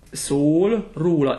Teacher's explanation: It's the very closed O, too, right? O. Yeah, it's not open O the way we would have not in o, Italian.